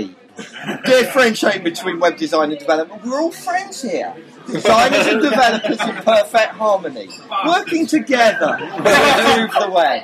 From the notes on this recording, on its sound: Live! The audio quality isn't as great as it could have been, there is a lot of background noise and we are even more rambling than normal.